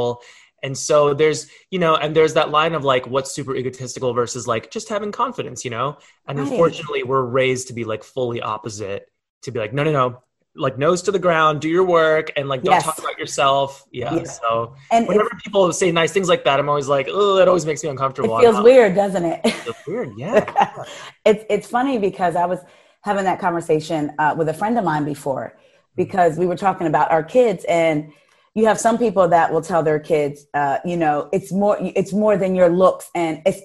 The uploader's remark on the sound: Zooms straight into my kitchen